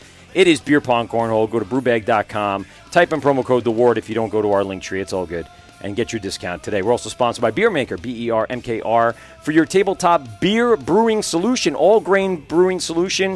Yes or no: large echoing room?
no